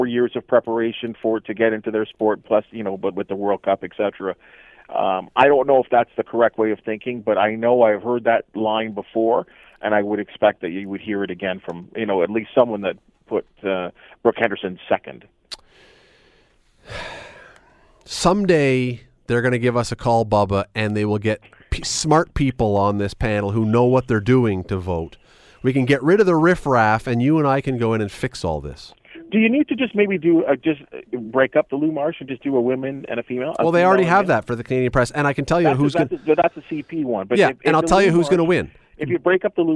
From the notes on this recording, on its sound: opens up the phone lines